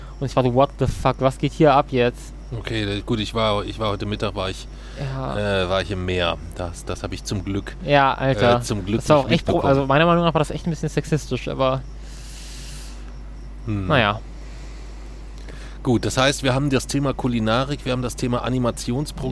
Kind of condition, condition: setting, outdoors